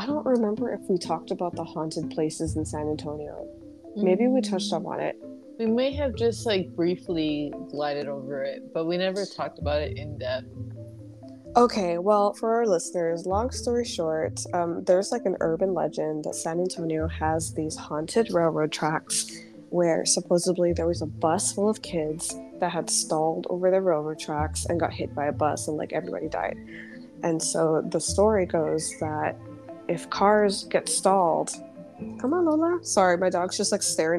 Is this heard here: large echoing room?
no